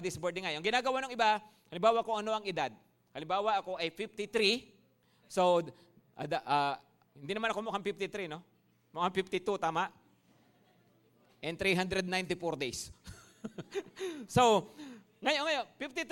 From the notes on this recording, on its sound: Preached last December 3, 2023 at Grace Testament Church's 5:30pm service.